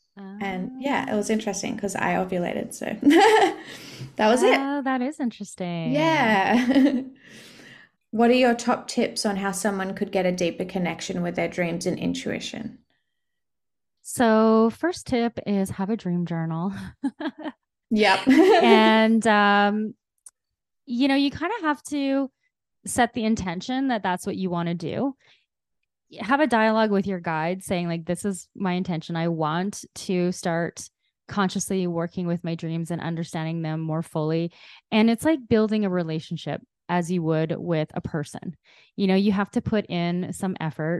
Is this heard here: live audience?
no